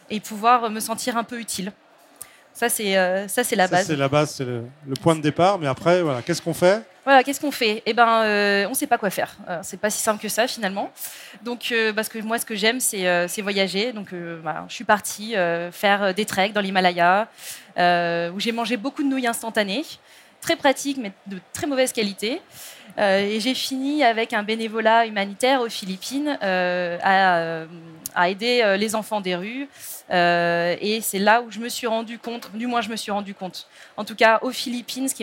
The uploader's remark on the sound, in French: sur la Scène Talks Omnivore Food Festival Paris 2021